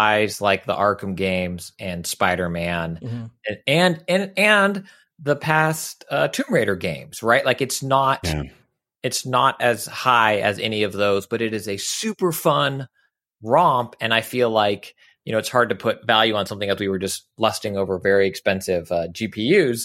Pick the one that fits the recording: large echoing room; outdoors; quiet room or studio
quiet room or studio